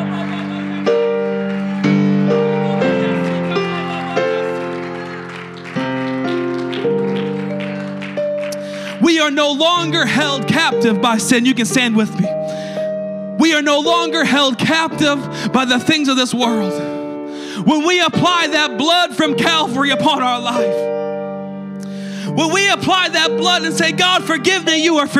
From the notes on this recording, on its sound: a service recording from Connect Point UPC